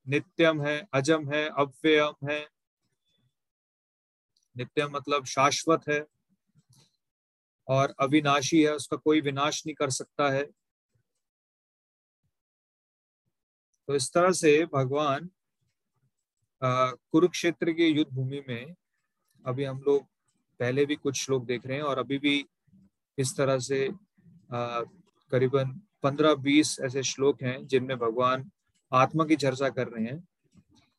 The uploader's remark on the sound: Zoom recorded class.